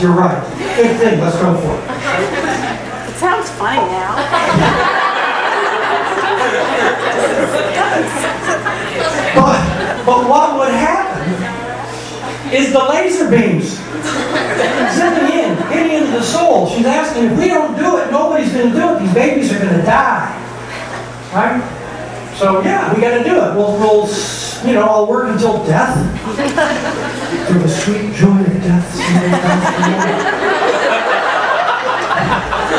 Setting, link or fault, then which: setting, busy venue